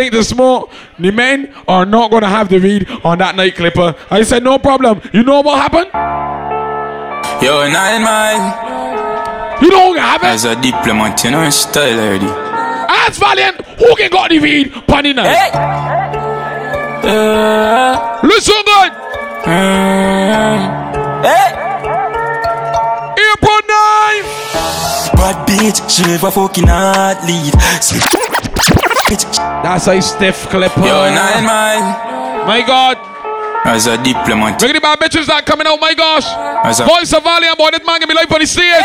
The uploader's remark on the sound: BLU POP UP PARTY LIVE AUDIO.